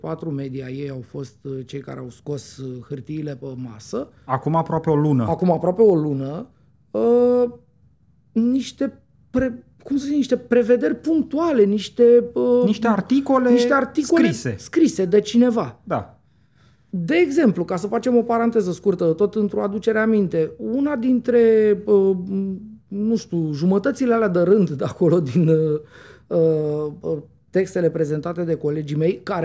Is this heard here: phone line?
no